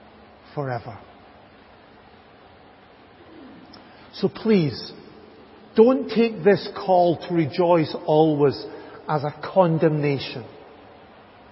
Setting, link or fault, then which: setting, large echoing room